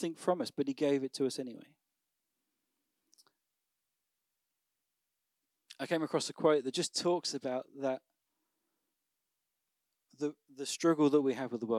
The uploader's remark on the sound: Recorded on Sunday 29th October at Manor School, Raunds.